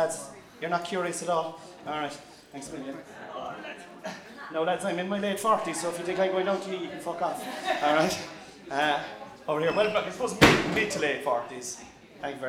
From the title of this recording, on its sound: live at the CoCo Club